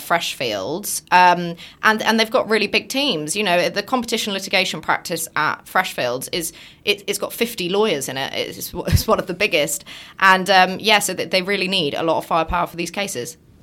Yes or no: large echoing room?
no